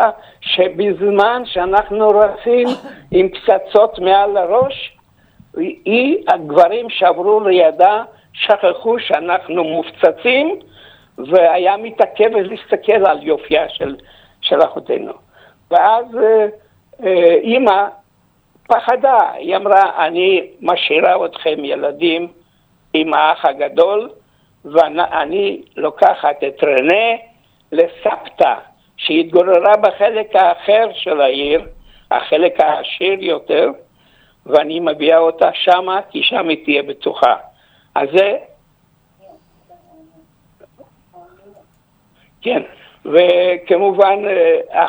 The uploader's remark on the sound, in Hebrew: באולפן אורח. ראיון טלפוני.